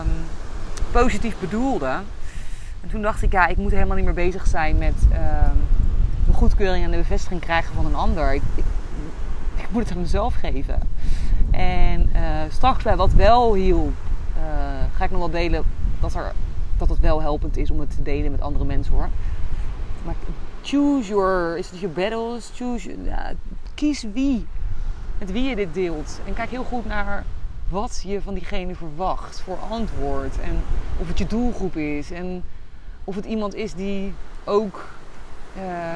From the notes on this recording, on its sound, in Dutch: opgenomen op het strand in Koh Phangan Thailand